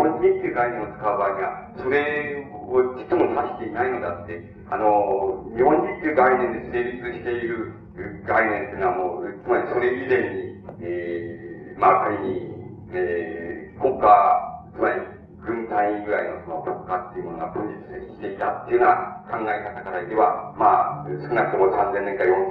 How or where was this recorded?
large echoing room